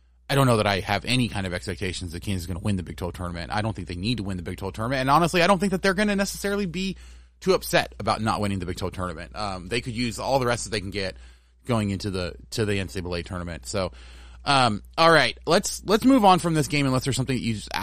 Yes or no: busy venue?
no